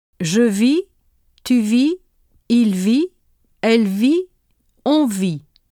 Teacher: All singular forms are pronounced alike and end in a vowel sound.